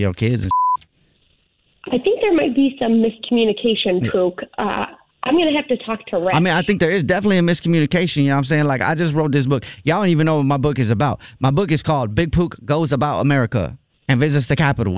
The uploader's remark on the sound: Phone Prank